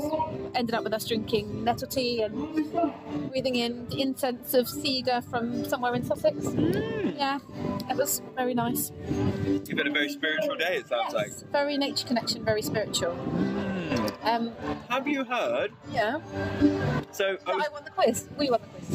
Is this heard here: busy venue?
yes